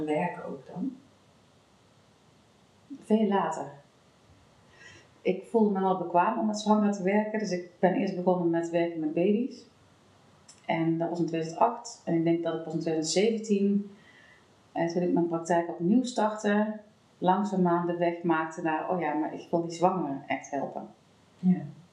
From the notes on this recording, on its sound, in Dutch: Door een misser in de opname is de geluidskwaliteit niet geweldig. We hebben ons best gedaan om de kwaliteit beter te krijgen, maar dit is maar ten dele gelukt.